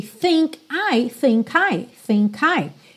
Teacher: think termina em K, a próxima palavra é I, vogal. Naturalmente você vai ligar